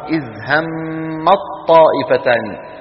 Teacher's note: همت أدغمنا التاء في الطاء · Term: الإدغام